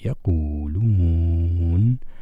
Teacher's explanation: بإمكاننا الواو الثانية أن نمدها مدا طويلا · ففي هذه الحالة الواو الثانية مدة هذا المد الطويل ويسمى بالمد العارض للسكون بسبب إسكان النون في حال الوقف